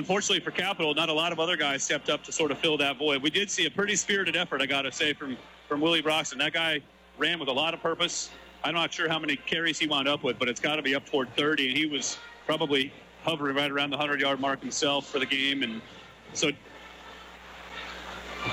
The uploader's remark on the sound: Spaghetti Bowl 2015 PxP. Live from Ingersoll Stadium!